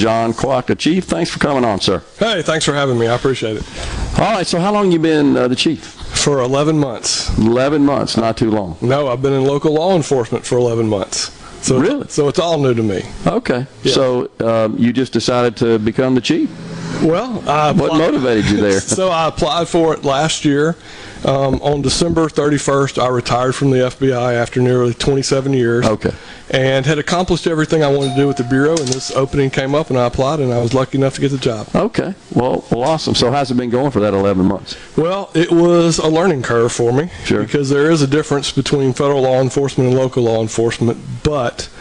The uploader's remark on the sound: LIVE from Stone's Jewelry in Tupelo collecting blankets and monetary donations to benefit Sanctuary Hospice.